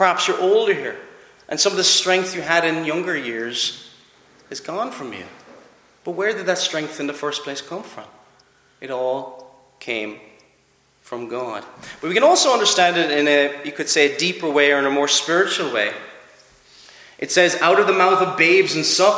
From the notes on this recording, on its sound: Preached at Clare Reformed Presbyterian Church